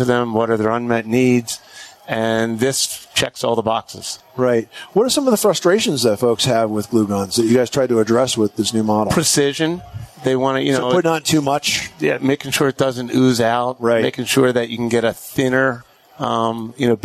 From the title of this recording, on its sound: Broadcasts from the 2019 National Hardware Show